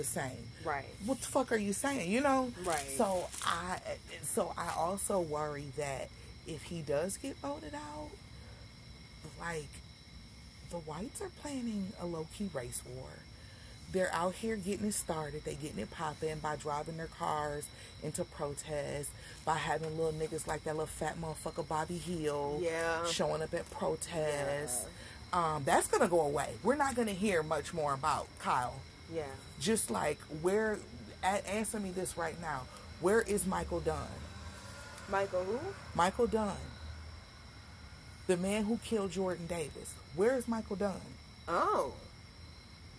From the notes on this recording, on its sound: My good friend and I have some great conversations sitting on the front porch and this time, I remembered to hit record! There was no script to follow, just an honest conversation.